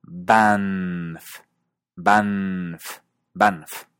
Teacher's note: a diferencia de la N en un favor, la N inglesa se mantiene.